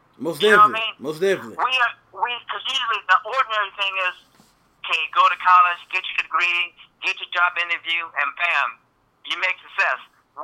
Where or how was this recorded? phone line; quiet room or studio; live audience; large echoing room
phone line